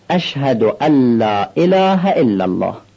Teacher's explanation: همزه ها باید بیان بشه